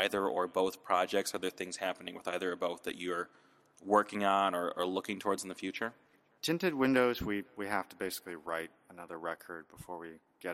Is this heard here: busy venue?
yes